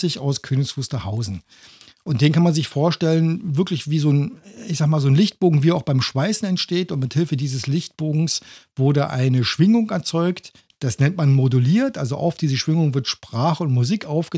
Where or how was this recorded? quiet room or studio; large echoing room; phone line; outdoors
quiet room or studio